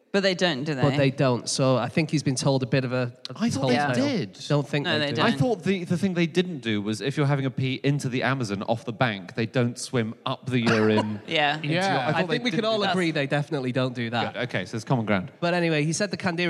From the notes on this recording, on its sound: Live from Coventry